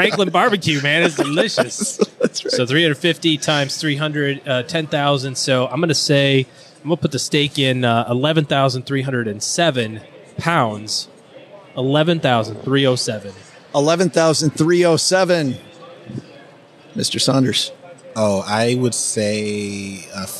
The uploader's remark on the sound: Live from #FinCon21. We are live from FinCon in Austin, Texas.